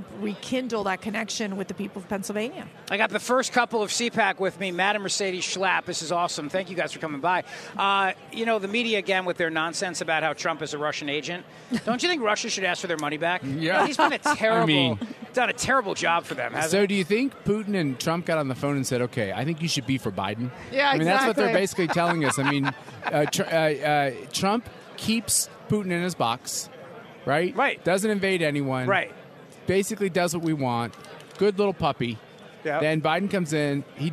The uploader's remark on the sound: Broadcasting live from CPAC in Washington D.C.—"the largest and most influential gathering of conservatives in the world.”